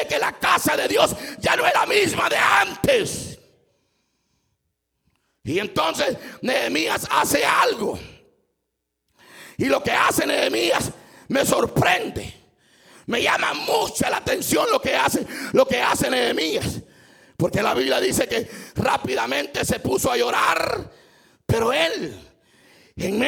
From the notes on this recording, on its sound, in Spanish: Culto 1215pm. En vivo desde Iglesia Palabra Viva, Mclean, VA.